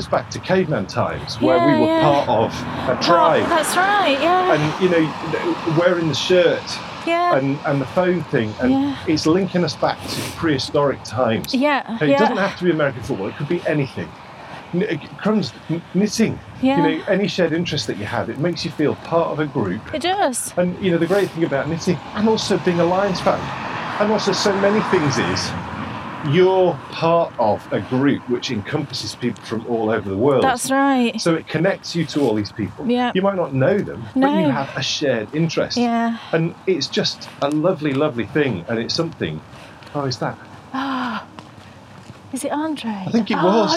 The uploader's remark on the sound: Head out for a winter walk